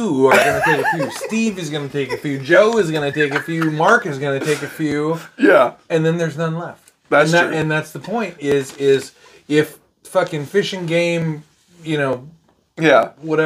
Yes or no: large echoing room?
no